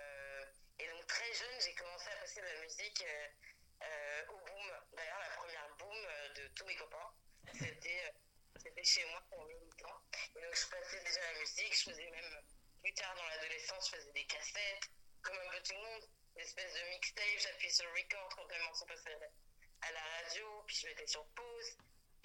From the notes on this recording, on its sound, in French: Dans une interview téléphonique avec Pod'Arcès.